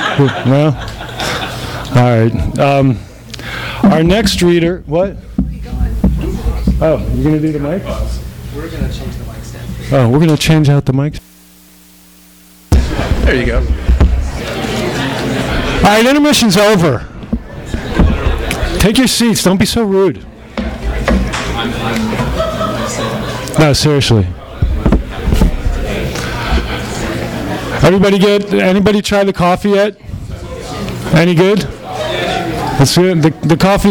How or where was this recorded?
live audience